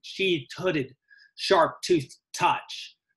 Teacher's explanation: It's like clanking, sheathed, hooded, sharp toothed touch, all those T sounds and D sounds, those dentals